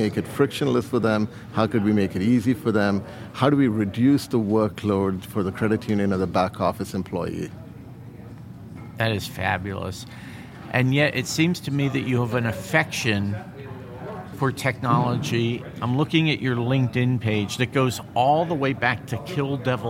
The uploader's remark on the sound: LIVE FROM MONEY 20/20. In this episode from Money 20/20.